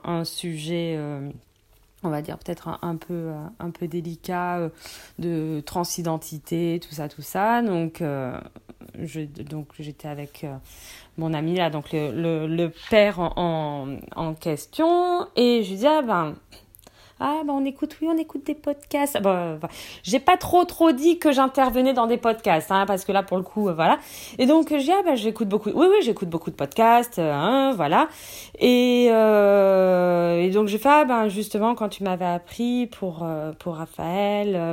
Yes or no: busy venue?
no